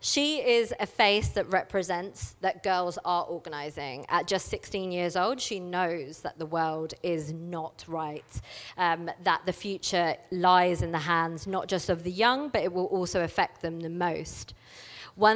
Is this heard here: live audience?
yes